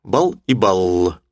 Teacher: И они различаются за счет долготы согласной. · Term: долгие согласные